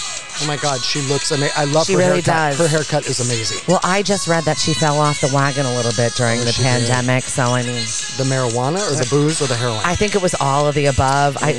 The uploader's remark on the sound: The Brown Jug in Sandwich for accommodating us on a busy shopping day and providing us a beautifully decorated store front to broadcast live. The Brown Jug in Sandwich for accommodating us on a busy shopping day and providing us a beautifully decorated store front to broadcast live.